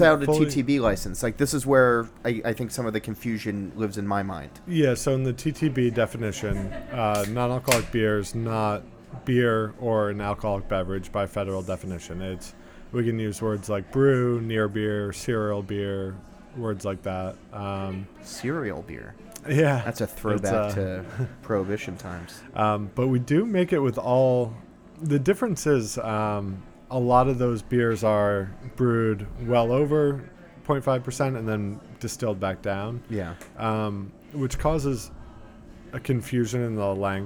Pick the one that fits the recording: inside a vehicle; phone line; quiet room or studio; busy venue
busy venue